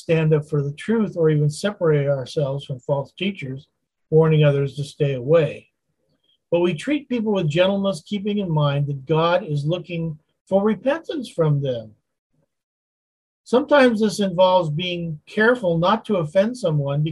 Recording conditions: video call